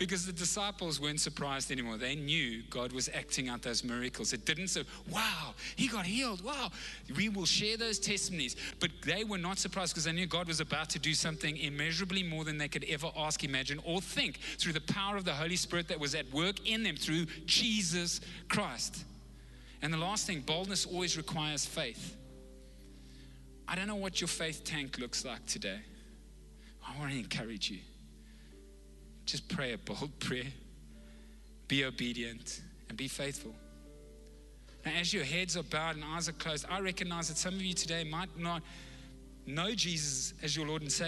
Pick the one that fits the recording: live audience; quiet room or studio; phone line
live audience